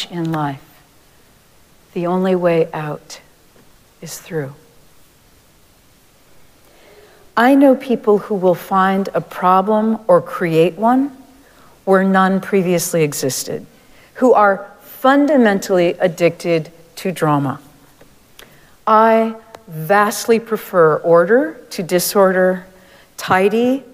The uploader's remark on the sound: Recorded live at Arlington Street Church.